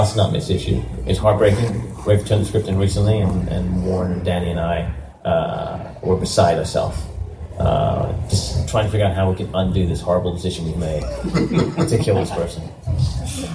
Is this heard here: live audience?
yes